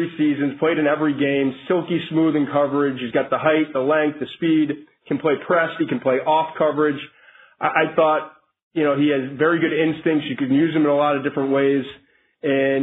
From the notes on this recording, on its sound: NFL Draft Conference Call